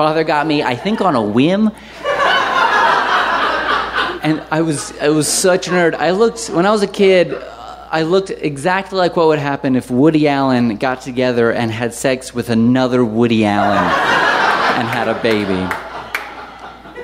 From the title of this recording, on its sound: Live From Chapel Hill!